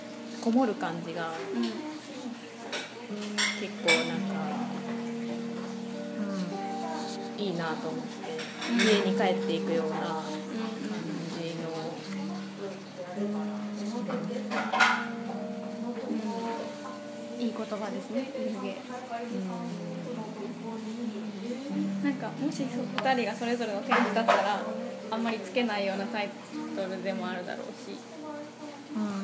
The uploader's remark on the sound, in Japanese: itohenという大阪にあるギャラリーさんの許可を得て収録をしております。